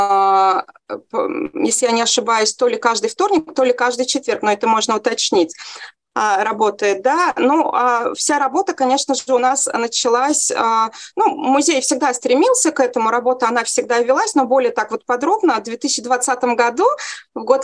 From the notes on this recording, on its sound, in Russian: Видеозапись вебинара